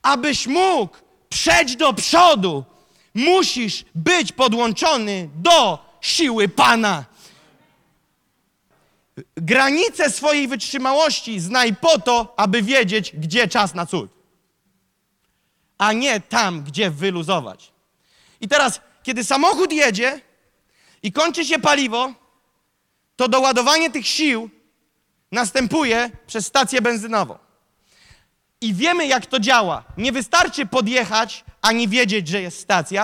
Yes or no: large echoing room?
yes